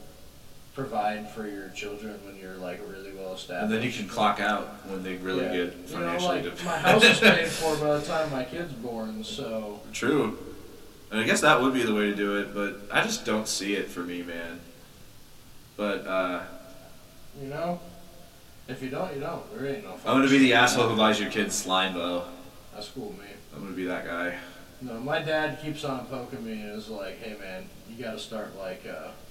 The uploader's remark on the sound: completely f*ck their sound up